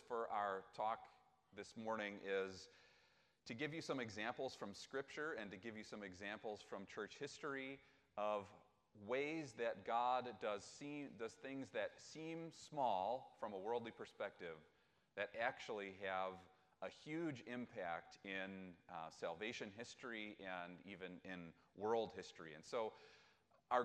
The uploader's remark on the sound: This week's podcast is a recording of the chapel talk. Ripon Christian High School.